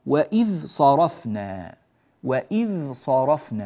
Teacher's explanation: الصاد وإذ صرفنا، وإذ صرفنا، ولا نقول وإذ صرفنا، لا وإذ صرفنا، فنعطي الذال وضوحها وإظهارها وبيانها